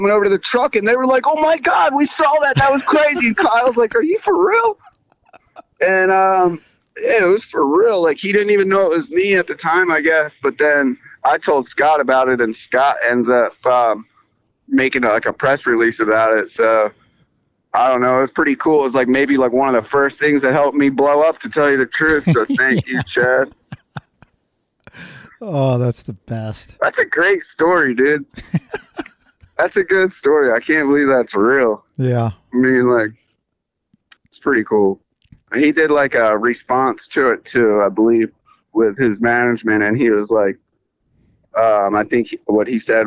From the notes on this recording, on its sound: phoned us up this morning on his way to North Carolina